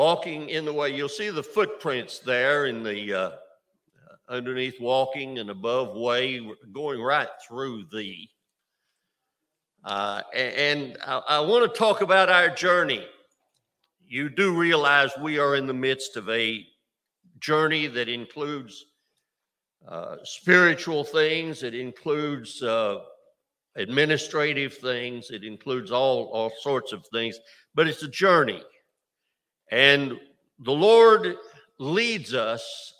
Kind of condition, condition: setting, large echoing room